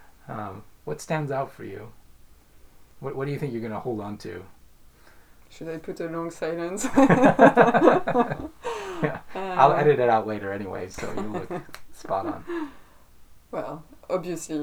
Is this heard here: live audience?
no